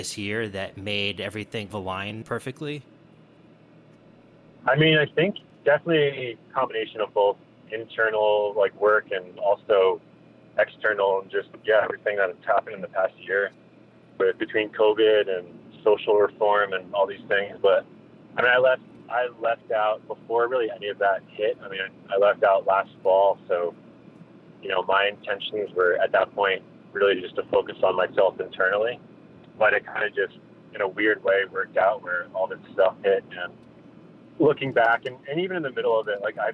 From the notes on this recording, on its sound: spoke while he was driving from Salt Lake City to Los Angeles